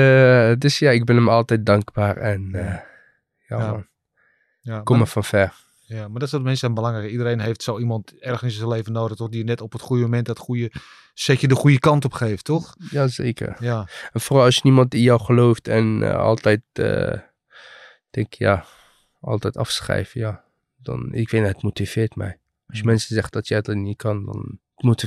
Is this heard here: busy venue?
no